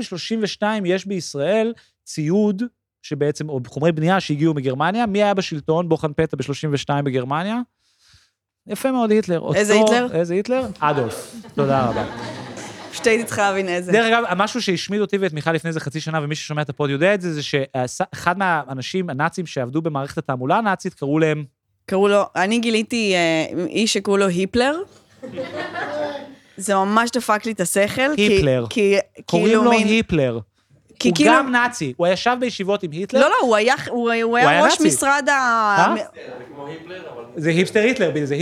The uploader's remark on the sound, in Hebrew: הפרק הוקלט לייב בבית ליבלינג, מרכז העיר הלבנה שב כיכר ביאליק.